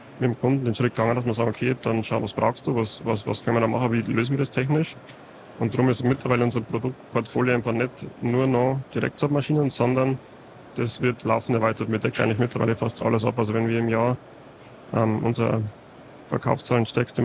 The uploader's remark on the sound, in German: aufgenommen live von der Agritechnica